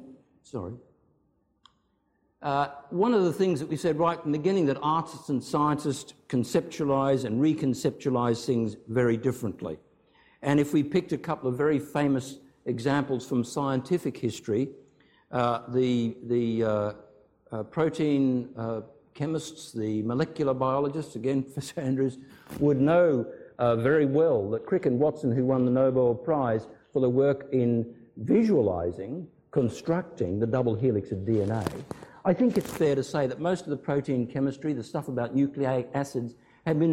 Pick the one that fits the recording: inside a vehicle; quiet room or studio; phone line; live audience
live audience